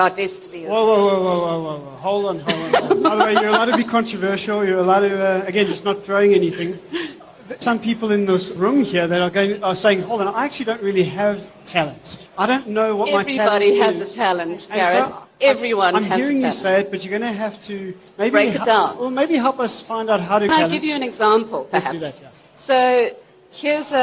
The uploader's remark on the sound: In front of a live event audience during the recent LeaderEx 2016 conference at Sandton Convention Centre.